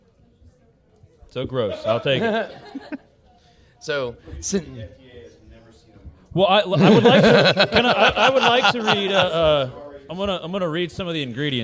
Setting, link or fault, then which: setting, live audience